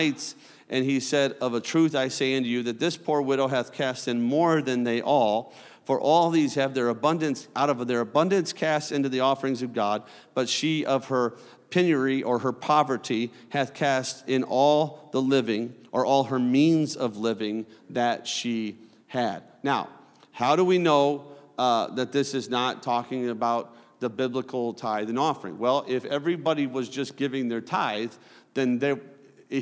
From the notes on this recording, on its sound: a service recording from Connect Point UPC